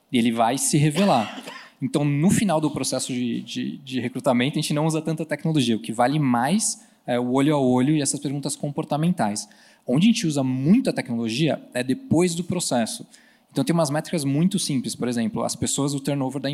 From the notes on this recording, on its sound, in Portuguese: no palco do G4 Day